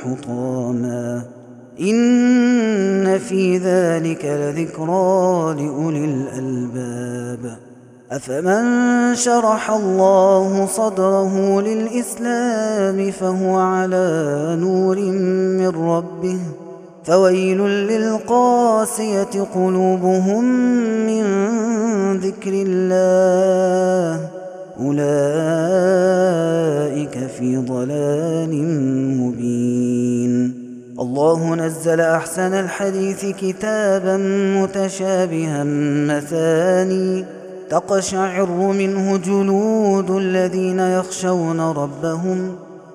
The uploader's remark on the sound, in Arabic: هذا التسجيل من صلاة التراويح